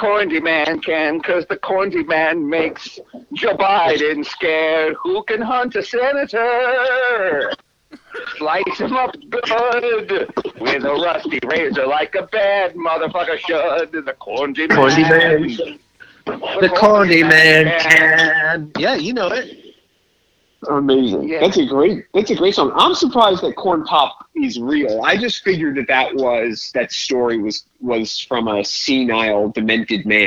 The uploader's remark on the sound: The gang gets together over the phone lines from various locations and is joined by a special guest.